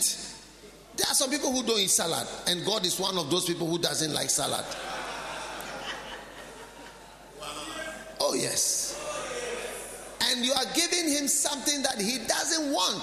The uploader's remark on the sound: Preached at the Healing Jesus Campaign Pastors' Conference in Saboba, Northern Region of Ghana